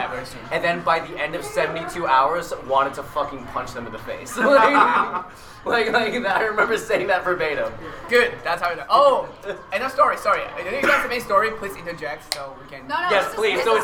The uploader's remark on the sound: Recorded LIVE from a hotel hallway at Katsucon 2019 in Washington DC. Due to the un convention al recording space (pun super duper intended), the audio can be a little rough at times.